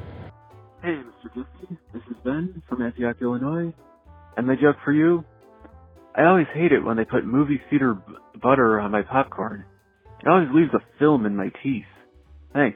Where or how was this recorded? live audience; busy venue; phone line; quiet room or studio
phone line